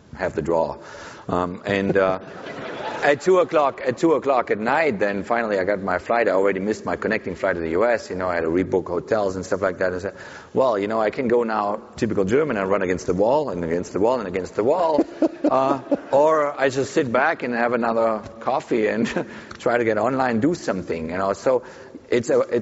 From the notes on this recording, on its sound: live onstage at SXSW Sports